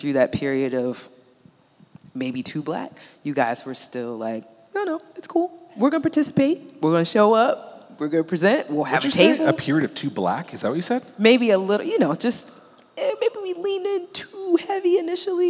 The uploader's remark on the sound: This episode is part three of three Fervent Four Show episodes that were recorded at the Mighty Dream Forum.